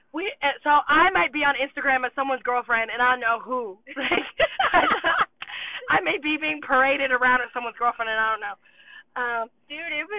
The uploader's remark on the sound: In the first episode recorded only using the phone from the car.